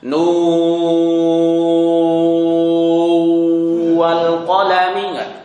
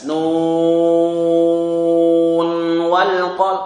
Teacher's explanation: dalam riwayat Hafiz itu dibaca idhar walaupun setelahnya itu huruf wawu · Shown in: second take